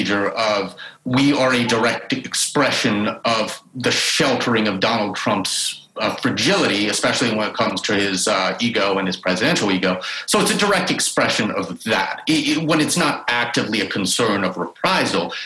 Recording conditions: video call